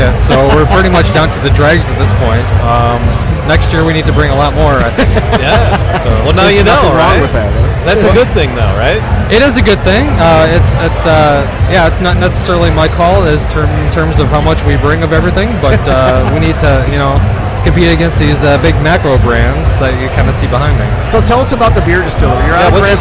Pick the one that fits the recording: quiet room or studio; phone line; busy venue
busy venue